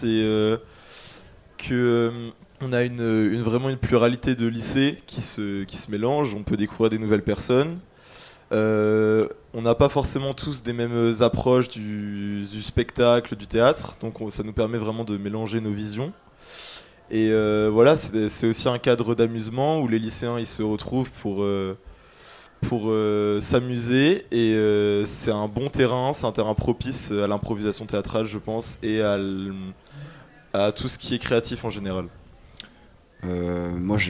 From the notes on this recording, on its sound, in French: Delta Fm est allée au Nouveau Festival à Cenon (33) pour donner la parole aux lycéens porteurs de projets, venus présenter leur travail.